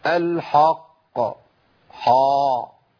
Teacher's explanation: بستعد لتفخيم القاف من عند الحاء · Term: تفخيم الحاء